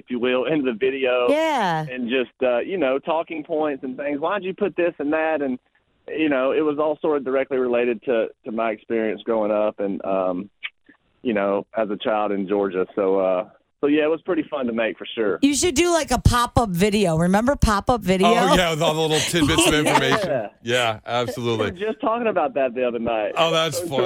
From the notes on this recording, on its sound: a special guest phone call